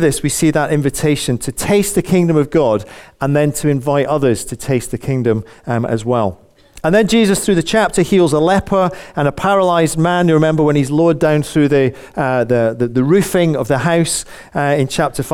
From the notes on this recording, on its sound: Recorded on 17th January at our Moseley gathering